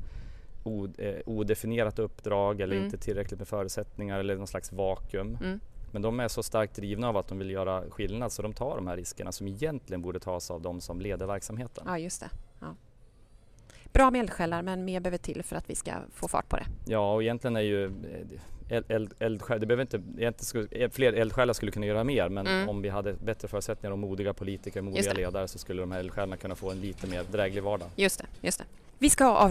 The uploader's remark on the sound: Avsnitt 91.9 från Almedalen. Under Almedalsveckan kommer Omsorgspodden släppa en serie kortare avsnitt som spelas in live i Visby.